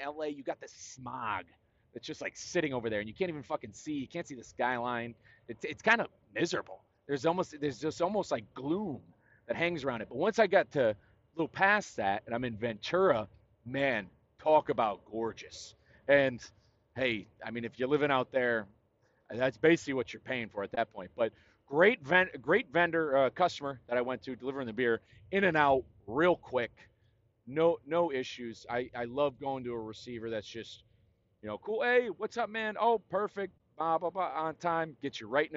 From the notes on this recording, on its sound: Talk more winter scaries on I-40 in New Mexico. Share more of what goes on inside this old brain of mine while I’m driving.